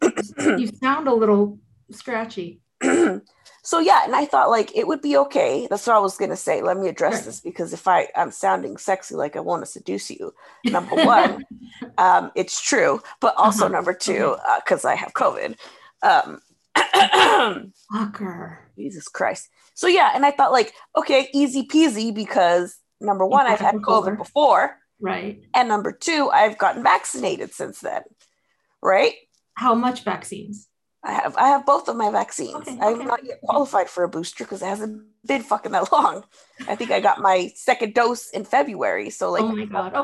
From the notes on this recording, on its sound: This episode is unedited and recorded from Zoom.